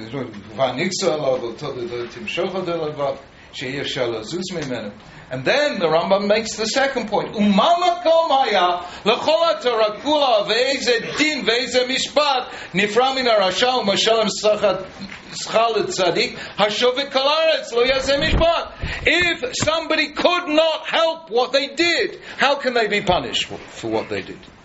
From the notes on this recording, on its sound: This is a recording of a shiur at Eretz HaTzvi. Including short Q&A.